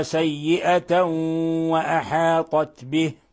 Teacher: جاء بعد تنوين الفتح حرف الواو الحكم التجويدي إضغام بغنة